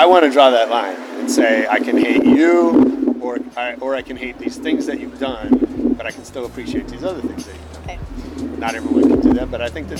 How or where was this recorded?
outdoors